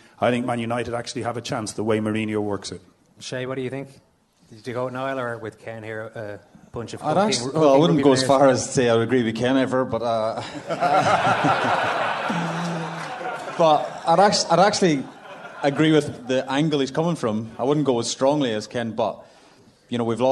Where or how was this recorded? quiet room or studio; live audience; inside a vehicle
live audience